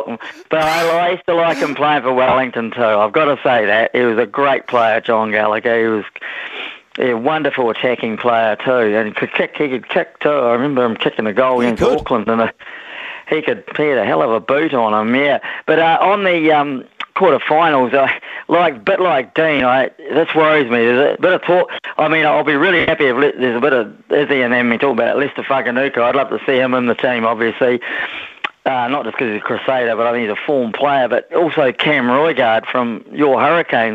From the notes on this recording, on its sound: We've thrown the phonelines open for you to have your say on the sporting landscape.